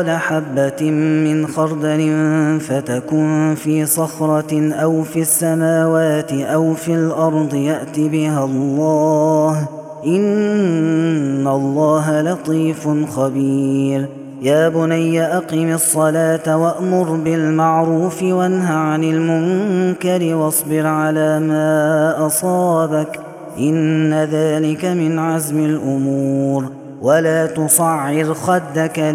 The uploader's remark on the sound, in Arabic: هذا التسجيل من صلاة التراويح